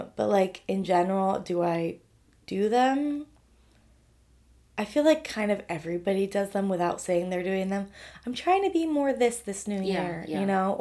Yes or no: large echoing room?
no